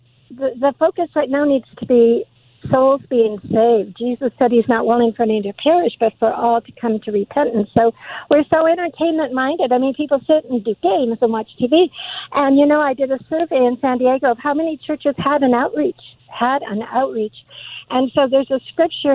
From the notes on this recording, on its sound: Takes your calls on any topic. Open Phone Friday Continues!